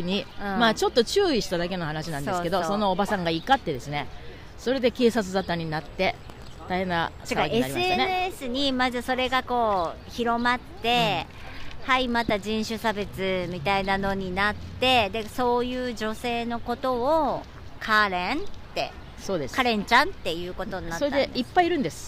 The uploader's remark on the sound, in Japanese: 初めての外収録、セントラルパークからお届けしています。緑に満ちてきたニューヨーカーの憩いの場セントラルパークはマンハッタンのど真ん中59streetから110streetまで、その面積は843エーカー 。